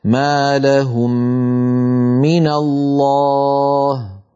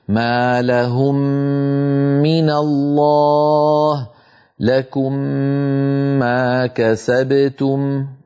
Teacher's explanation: فلما ننطق هاتين الميمين نرفع عنهما الشفتين ارتفاعة واحدة، نطبق على الميم الأولى ونجافي الشفتين عن الميم الثانية، وأثناء إطباق الشفتين على الميم الأولى نمط الغنة، هكذا ما لهم من الله. · Term: مدغم